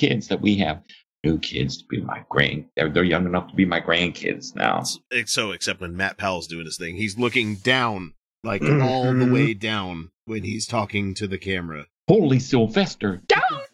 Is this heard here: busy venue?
no